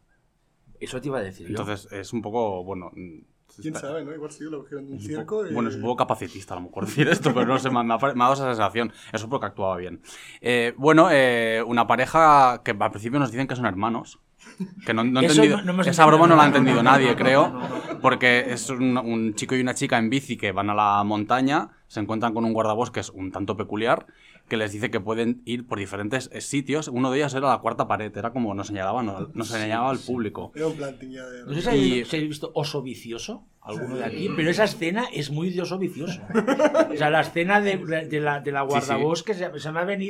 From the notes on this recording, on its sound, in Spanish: Estuvimos presentes en la primera edición del Autotracking Fest en Video Instan, el primer festival de cine olvidado en VHS. Charlamos en directo con uno de sus artífices.